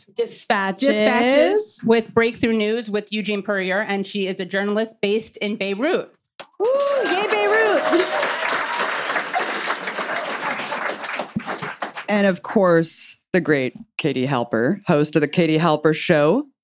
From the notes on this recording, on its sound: Live At The People's Forum. A special live show.